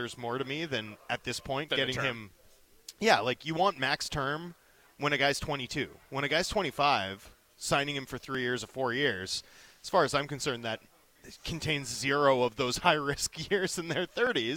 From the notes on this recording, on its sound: LIVE from Canucks Alumni Luncheon!